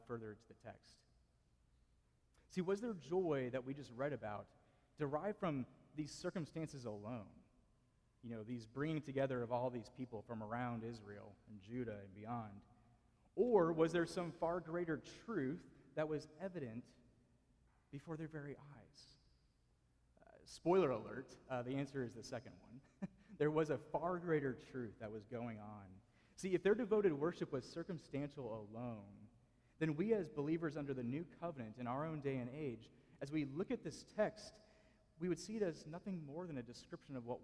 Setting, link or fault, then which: setting, large echoing room